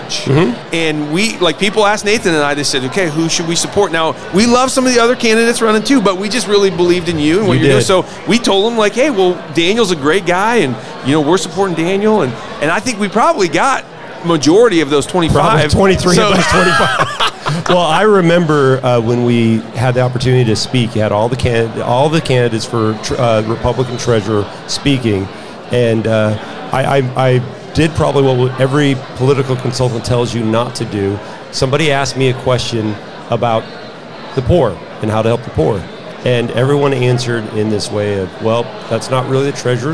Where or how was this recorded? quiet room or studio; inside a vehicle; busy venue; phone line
busy venue